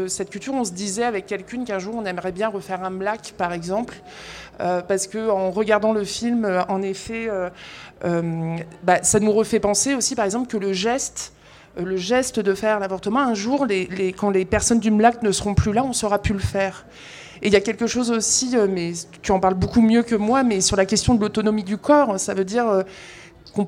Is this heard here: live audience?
yes